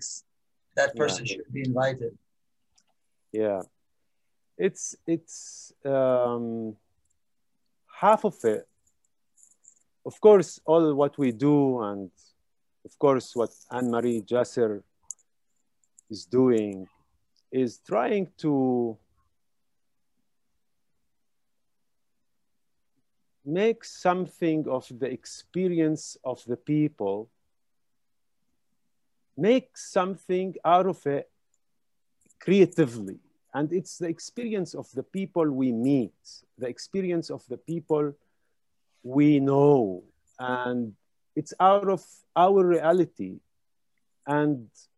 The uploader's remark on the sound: This event was held live via Zoom